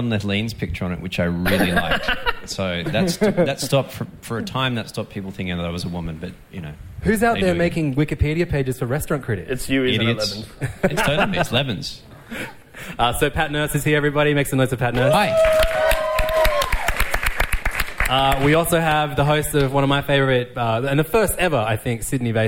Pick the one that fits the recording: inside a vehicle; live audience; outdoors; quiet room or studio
live audience